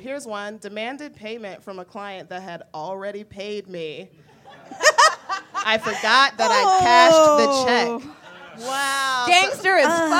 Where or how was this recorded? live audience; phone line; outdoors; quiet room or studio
live audience